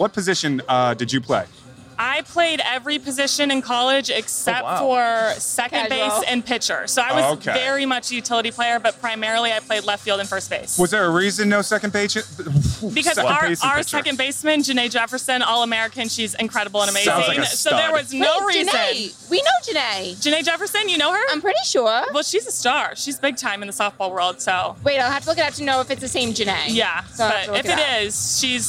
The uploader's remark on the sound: At Fenway Park in Boston for this week's episode!